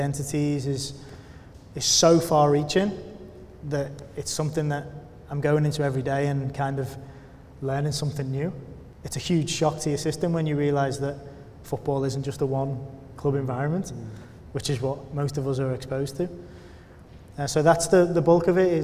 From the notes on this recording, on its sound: In front of a live audience at Hudl's UK Football Conference at Loughborough University.